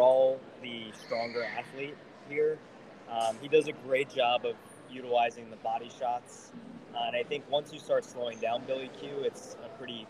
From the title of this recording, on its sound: LIVE FROM MSG